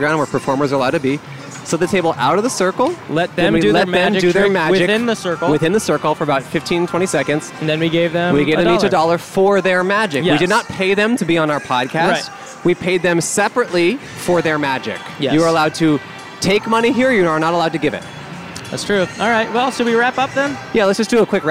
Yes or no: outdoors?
yes